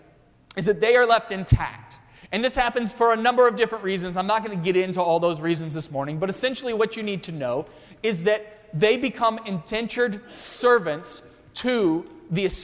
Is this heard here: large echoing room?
yes